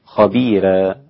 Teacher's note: ورقق ورش الراء في خبيرا